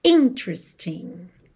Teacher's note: atenção à sílaba tônica dessa palavra, que é a primeira